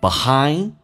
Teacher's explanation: D 去掉，这叫略音，后面是以辅音开头